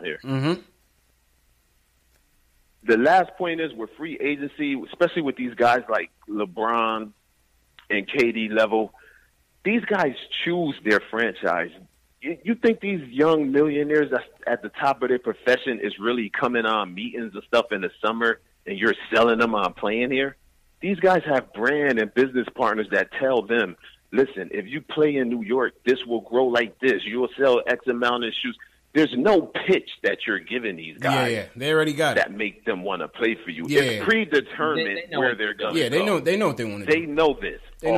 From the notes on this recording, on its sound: take live phone calls from fans around the world